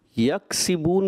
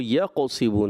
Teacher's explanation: یکسبون میں کاف ہے، آپ نے اس کو قاف پڑھ دیا